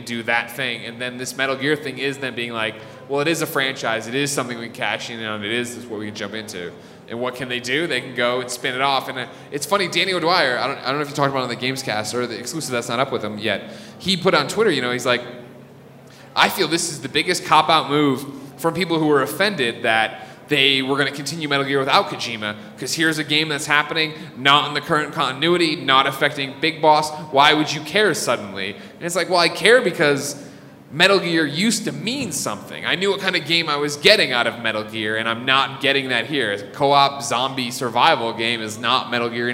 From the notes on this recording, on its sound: went to Denver to do a live show for PlayStation's Road to Greatness!